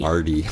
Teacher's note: it's a soft T, it sounds more like a D